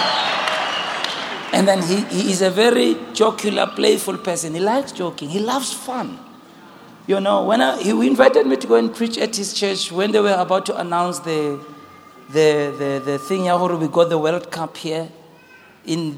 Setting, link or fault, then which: setting, large echoing room